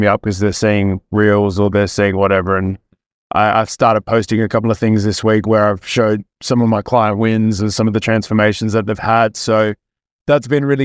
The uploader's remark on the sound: Coaching in the Car.